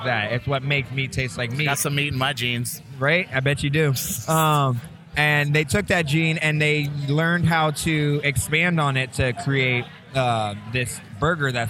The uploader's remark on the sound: Record live at Tom Douglas's Bravehorse Tavern. Live from Bravehorse Tavern.